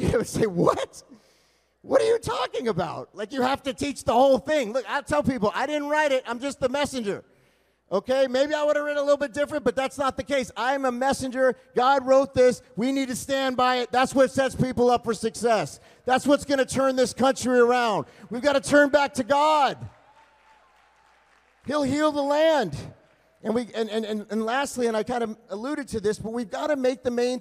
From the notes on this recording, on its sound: LIVE at ReAwaken America - Miami, FL. Trump Doral, Miami, FL.